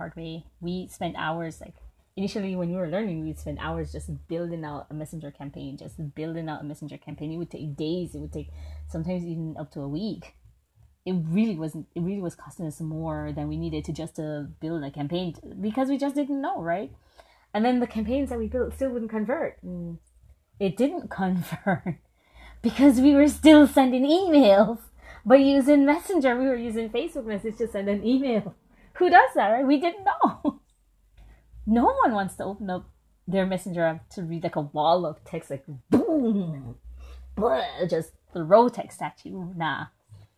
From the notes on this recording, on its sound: Don't mind the many nature sounds.